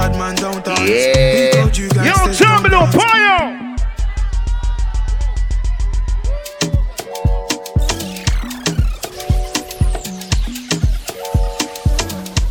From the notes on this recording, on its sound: Live Set From Love & Affection 2023